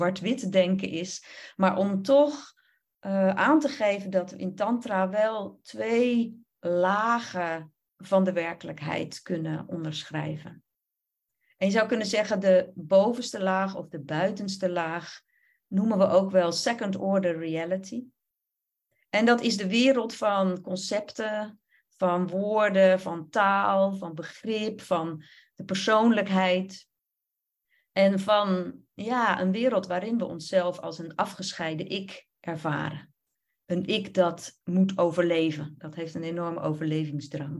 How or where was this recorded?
video call